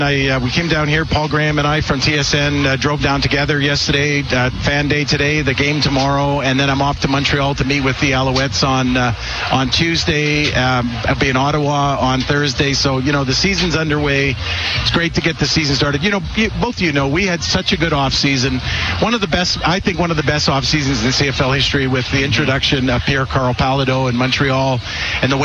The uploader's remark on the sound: LIVE from Commonwealth Stadium for Fan Day